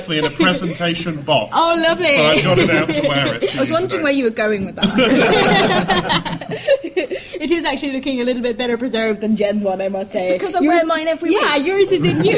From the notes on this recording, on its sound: For the second time in history we are recording live with a studio audience in celebration of a decade of Jodcasting! Our live studio audience pose their questions to the largest ever Ask An Astronomer panel.